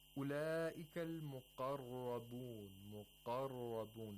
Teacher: the qaf is pronounced deeply in the throat